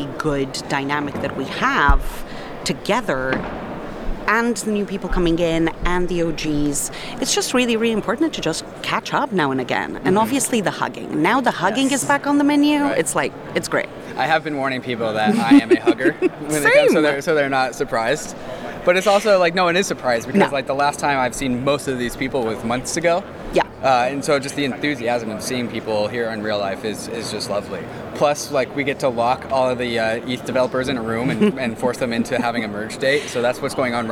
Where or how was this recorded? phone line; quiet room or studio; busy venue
busy venue